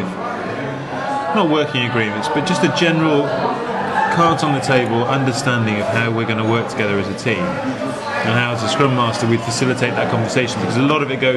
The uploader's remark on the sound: From The Mesmerist, Brighton, UK. Chat over a couple of interesting drinks in a rather unusual pub in Brighton.